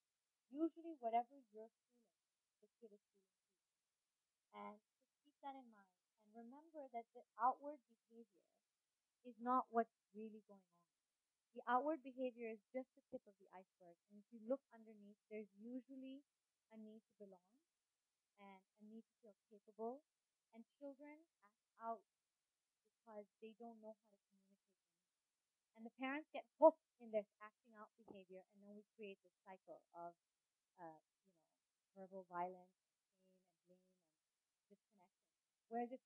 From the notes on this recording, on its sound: Please note that due to technical glitches the last two minutes of our conversation is slightly compromised.